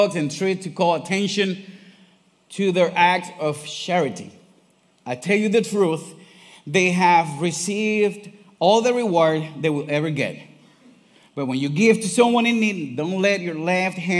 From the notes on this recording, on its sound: Recorded live on January 21, 2024 at Church On The Rock